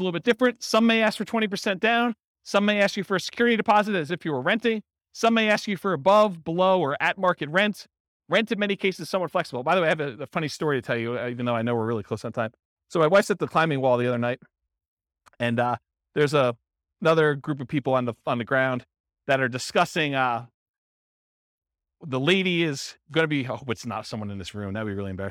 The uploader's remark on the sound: This was a live class recorded. Roanoke, Virginia. Live in-person version.